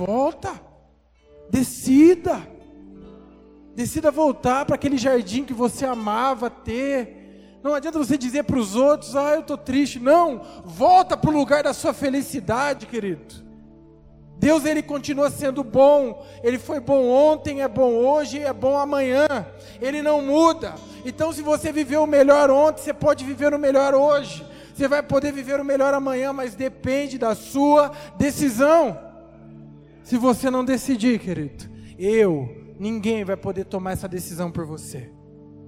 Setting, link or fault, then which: setting, large echoing room